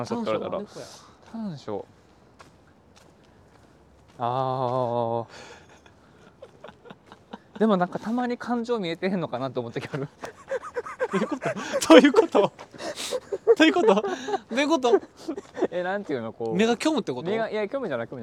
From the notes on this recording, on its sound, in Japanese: 2人でぶらぶらと歩きながらお喋りしました。放送事故回となりそうでしたが、何とかお蔵入りを回避できました。